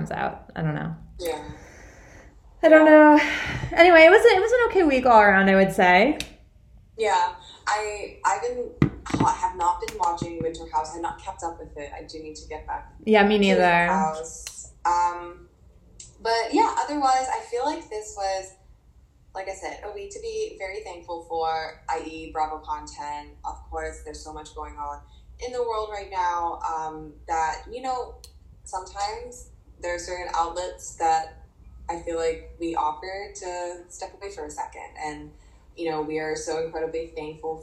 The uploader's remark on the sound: excuse the sound quality!